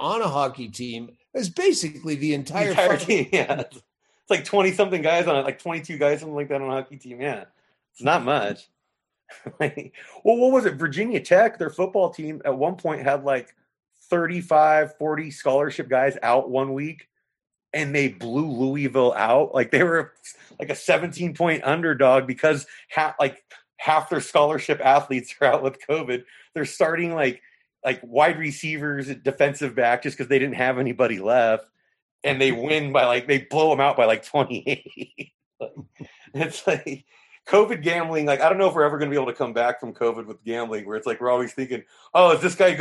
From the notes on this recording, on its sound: joining me for a brief chat on Zoom.